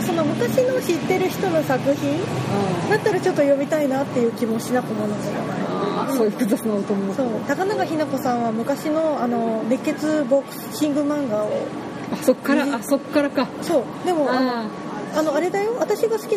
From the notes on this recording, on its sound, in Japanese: 今回も屋外収録ですので、大変お聞き苦しいかと思いますがご容赦下さい。